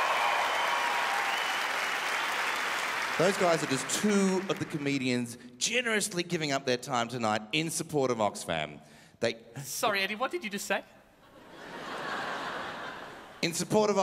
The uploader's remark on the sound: The Melbourne International Comedy Festival Oxfam Gala 2014